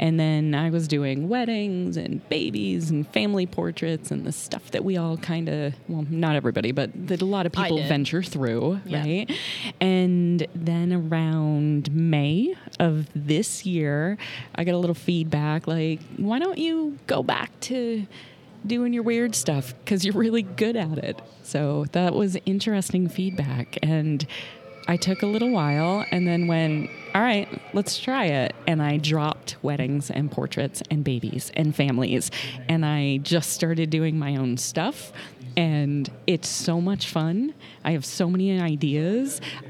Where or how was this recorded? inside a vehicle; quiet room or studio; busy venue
busy venue